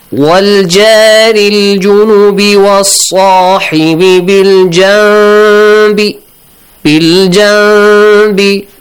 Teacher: Instead of the noon, you pronounce a meme sound, but a hidden meme sound, not a full meme sound. · Term: iqlab